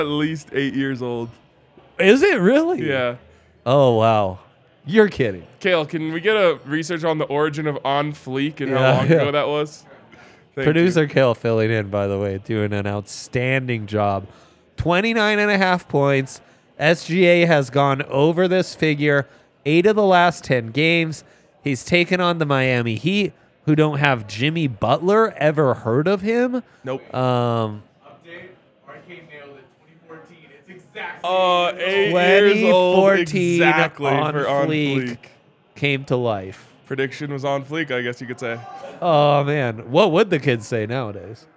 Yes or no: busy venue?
yes